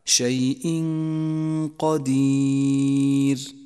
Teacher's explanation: لاحظ حكم الإخفاء عند قوله تعالى شيء قدير، شيء قدير، جاء بعد التنوين حرف القاف وهو حرف إخفاء، نخفي التنوين بالقاف، ونقف على التنوين بغنة زمنها حركتان من غير تشديد للقاف، تقرأ هكذا: شيء قدير.